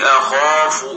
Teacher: خاء مفتوحة وبعدها ماد، يعني أعلى درجات التفخيم